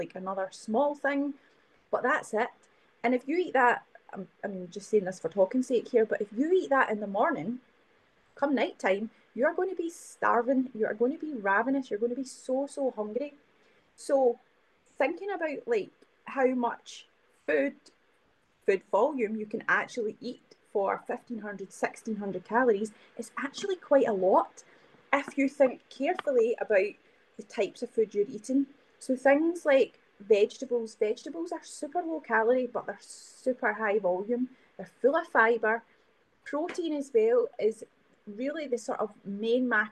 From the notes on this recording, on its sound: My apologies for the poor sound quality in this episode!